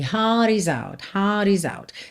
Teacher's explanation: Ele deixa esse heart também bem sem enrolar o R.